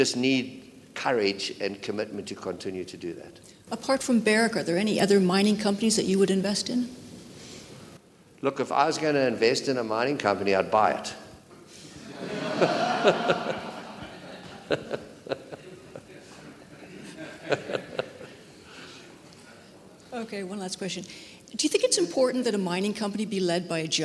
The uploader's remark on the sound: This exclusive interview was recorded live as a "fireside chat". At The Northern Miner's Canadian Mining Symposium held at Canada House on Trafalgar Square in London, U.K.